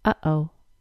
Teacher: The glottal stop happens deep in your throat when the gap that allows air to pass through the vocal cords is briefly closed.